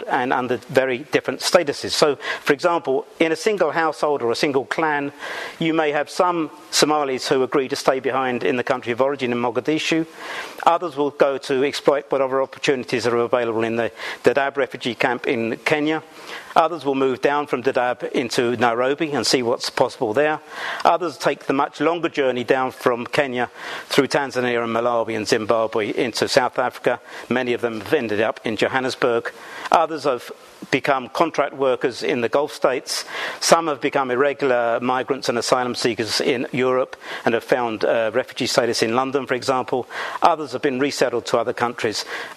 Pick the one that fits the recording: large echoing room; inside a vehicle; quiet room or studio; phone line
large echoing room